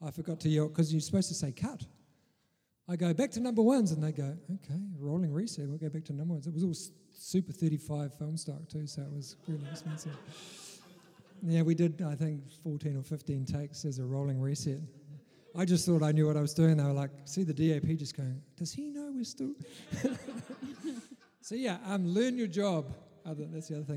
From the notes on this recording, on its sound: Special Presentation IMFF in San Diego. Episode 145 is a bit of a first bringing you a part of our in-person film festival.